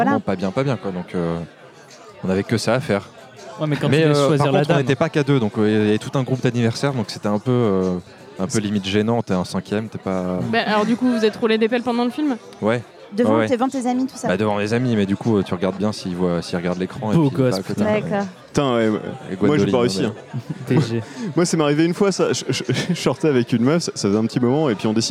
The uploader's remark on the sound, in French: Merci également au Boudin bar de nous avoir permis d'enregistrer notre premier épisode au-delà du périph ! Merci également au Boudin bar de nous avoir permis d'enregistrer notre premier épisode au-delà du périph !